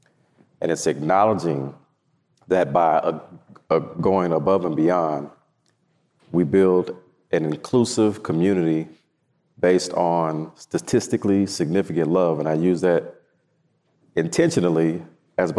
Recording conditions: live audience